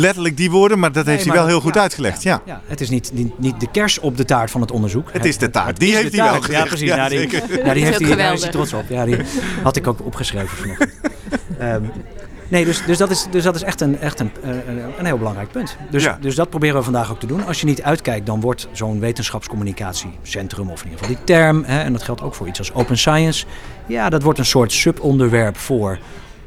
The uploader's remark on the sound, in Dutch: We waren live vanuit Leiden vanaf het moment dat deelnemers de deur uitgingen om 07:00 tot het einde van de congresborrel rond 17:30. Live updates vanuit het SIA-congres.